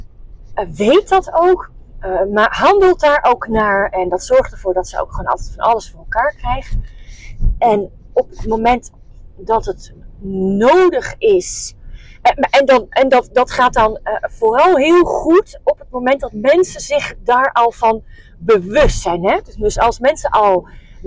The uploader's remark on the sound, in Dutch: Excuses voor de achtergrondgeluiden!